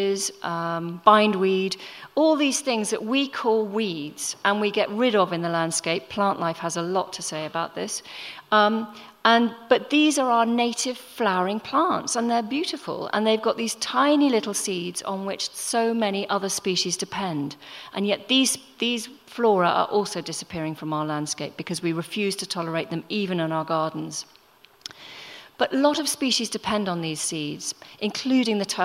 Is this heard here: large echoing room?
yes